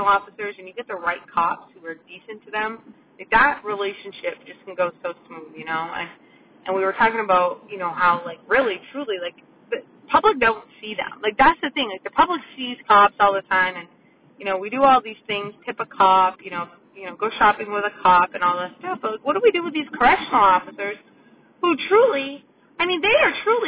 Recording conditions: inside a vehicle